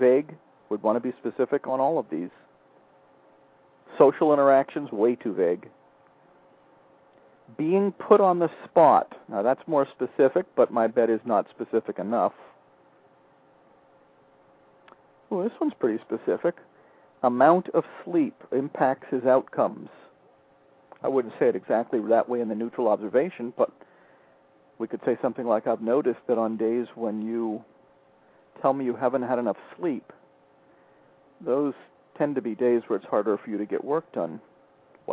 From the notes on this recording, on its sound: spent some time with a classroom teacher who called